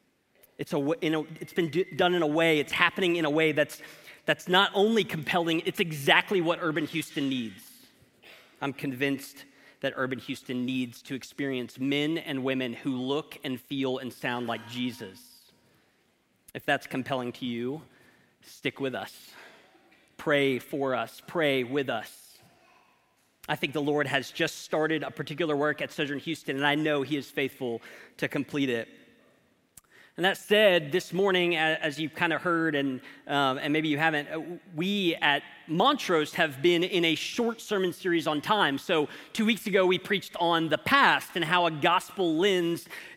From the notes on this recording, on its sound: This is a sermon from Sojourn Heights Church in Houston, TX.